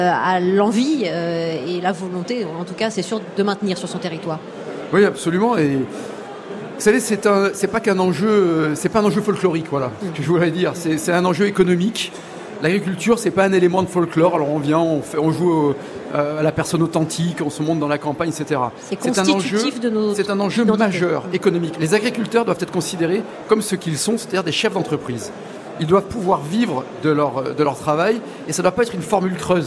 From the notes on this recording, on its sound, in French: 3eme émission en direct du salon de l'agriculture pour Ma France